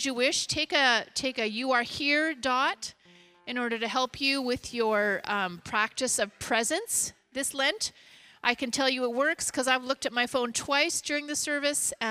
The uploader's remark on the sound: Recorded at the Pipe Shop in North Vancouver.